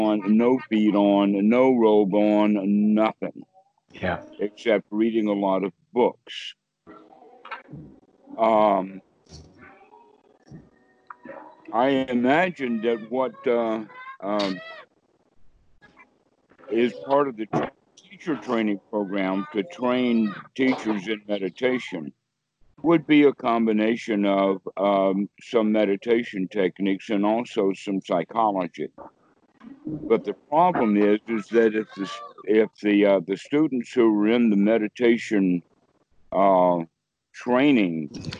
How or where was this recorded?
video call